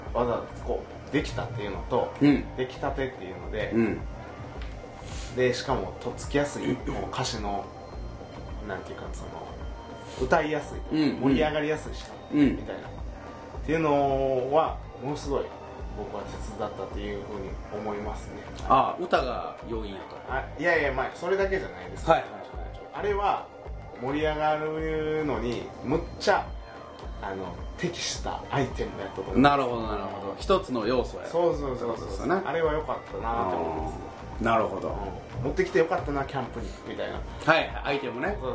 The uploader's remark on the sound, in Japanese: パーティーの中収録。ワンパク小僧乱入！